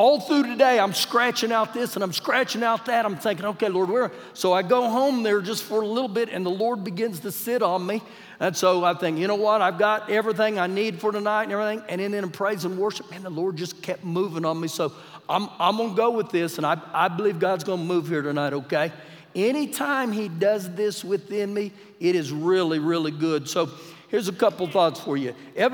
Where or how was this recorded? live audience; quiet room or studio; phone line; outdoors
live audience